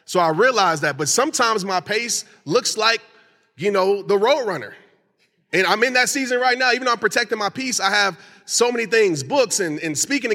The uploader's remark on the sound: recorded at the empowerHER LIVE event